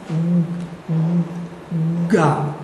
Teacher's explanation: Voice chords are sounding before the touch